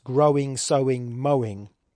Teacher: you add that little syllable, unstressed syllable after the stressed syllable, it is called a hypermetric beat